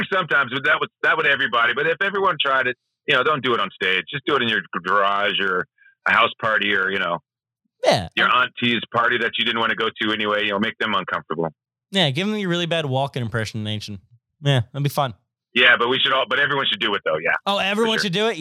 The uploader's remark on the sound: gets on the phone